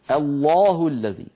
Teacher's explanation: العرب تفخم اللام في لفظ الجلالة، كلمة الله كل القبائل العربية بإجماع تفخم اللام من لفظ